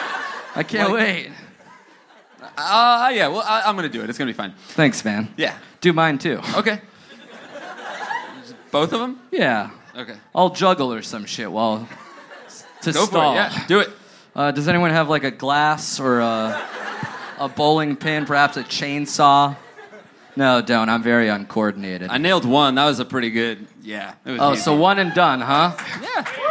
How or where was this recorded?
live audience